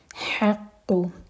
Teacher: حق یہ ہے حلق سے اور قاف بھی حلق سے اور اسٹرانگ پڑھیں گے قاف پر شدہ.